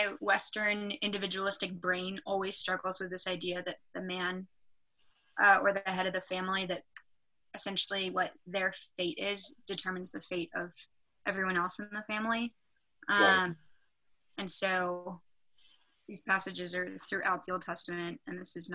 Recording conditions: video call